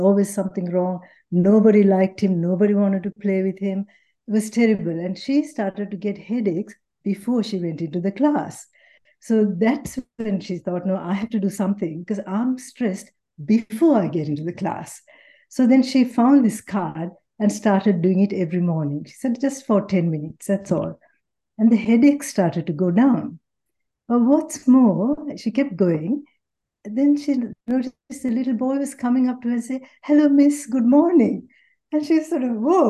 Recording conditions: video call